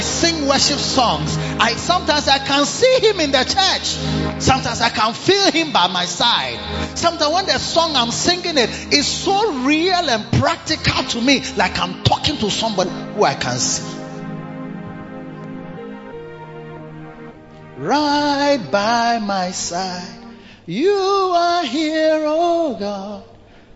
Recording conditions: large echoing room